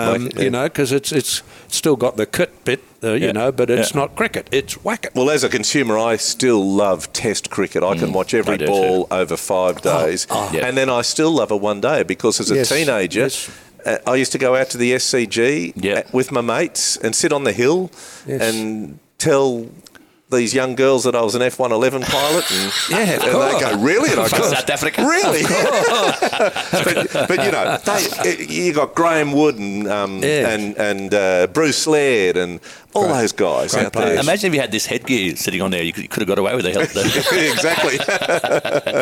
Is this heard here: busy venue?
yes